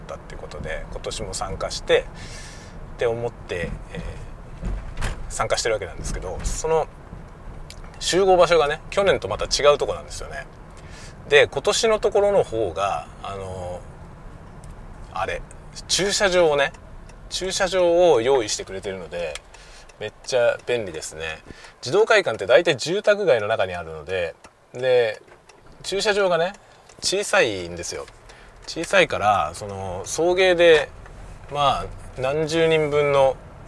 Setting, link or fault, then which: setting, inside a vehicle